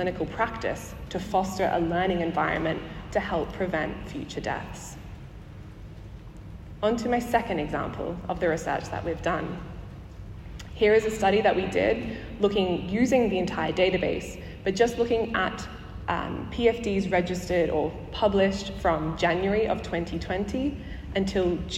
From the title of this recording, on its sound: Live from the 2023 Chief Coroner's Conference